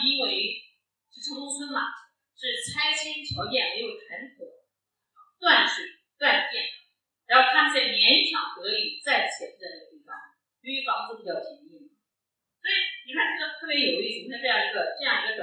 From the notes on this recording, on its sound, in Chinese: 现场特辑。本次节目属于现场临时录制， 音质较差请谅解。